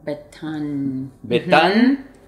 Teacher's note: Okay y al final hay un momento en que las cuerdas vocales están vibrando, la vibración está tapada en la boca en la misma posición que para la T, pero se abre atrás para que salga vibración por las cavidades nasales y la nariz empieza a vibrar un poquito. Y eso se oye y esa es la N. · Se tapa la N en el mismo lugar que la T.